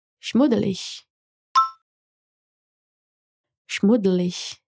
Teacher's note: a consoante dobrada é o D, então o U, que vem antes, é curto